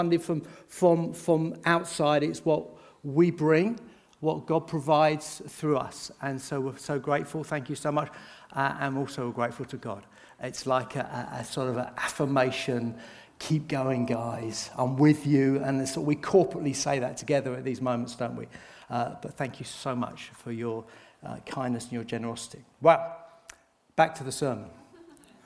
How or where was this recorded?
large echoing room